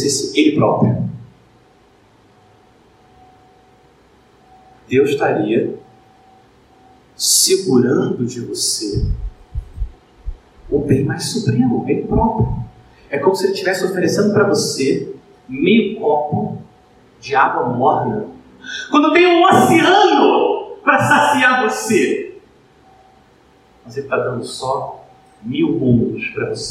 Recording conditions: large echoing room